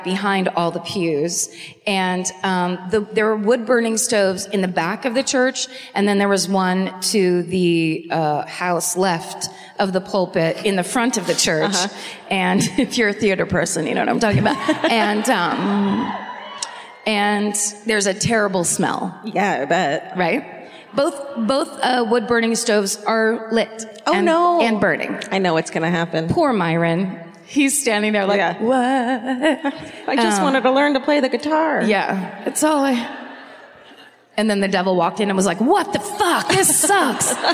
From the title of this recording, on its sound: Live at the Fox Theatre in Detroit, MI (2019)